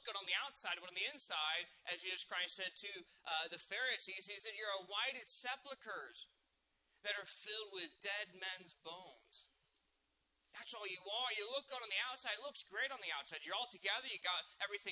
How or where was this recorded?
large echoing room